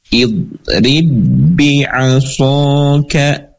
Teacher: Nah, jadi kata yang pertamanya idrib, kata yang kedua bi'asoka, maka ba yang pertama tidak lagi dipantulkan, tidak idrib, tapi langsung masuk ke dalam ba yang kedua. Nah, ba yang kedua jadi berharokat kasrah. · Term: idgham mutamatsilain